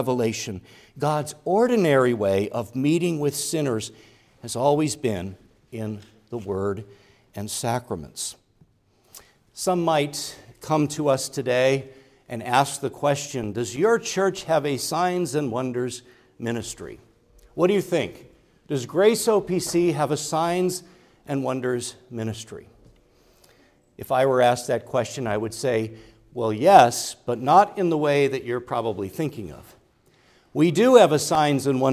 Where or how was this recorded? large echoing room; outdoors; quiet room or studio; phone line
large echoing room